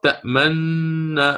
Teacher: ويعني أحسن مثال على ذلك تأمننا، تأمننا أصلها فتقرأ تأمننا، فأشير إشارة بالضم وأعود وآتي بهذه النون المفتوحة · Term: الإشمام